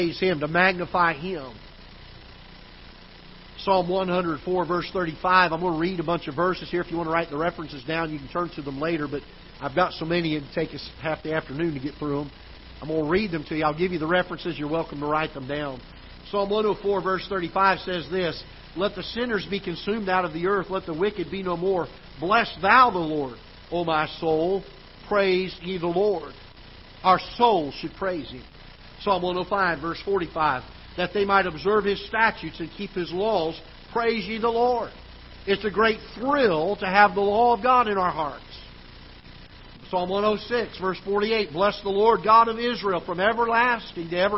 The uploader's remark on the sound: Ketha Heights Baptist Church ~ Live Broadcast